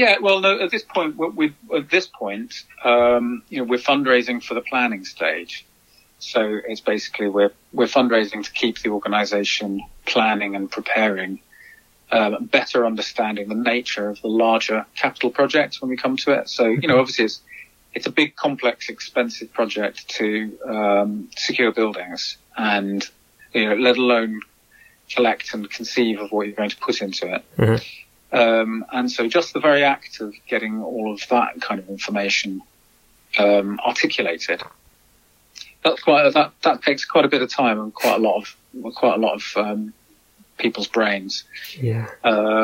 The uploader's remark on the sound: spoke over the phone